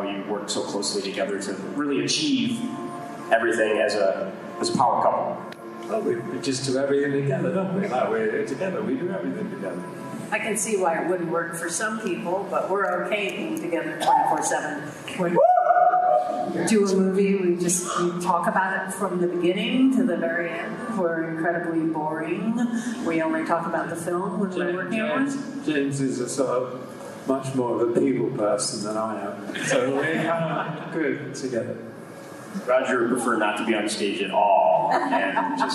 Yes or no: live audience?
yes